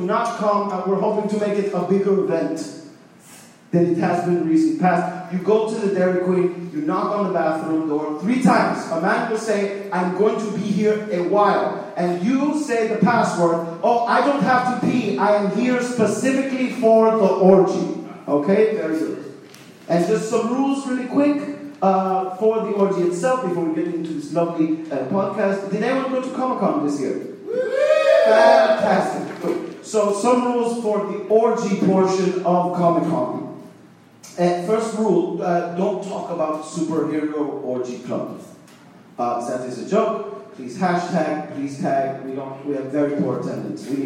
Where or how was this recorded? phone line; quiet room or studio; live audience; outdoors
live audience